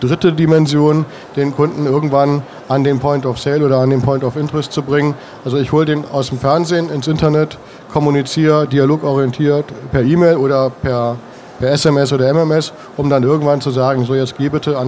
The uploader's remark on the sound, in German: Dieses Webinar fand live auf den mailingtagen statt.